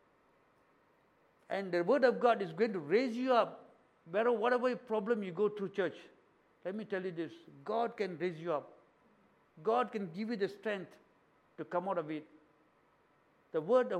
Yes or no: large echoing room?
yes